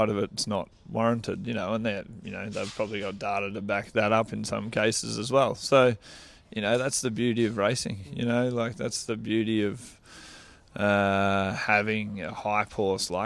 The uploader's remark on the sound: live from Caulfield track gallops